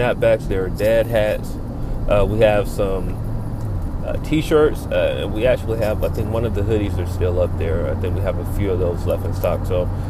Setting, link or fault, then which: setting, inside a vehicle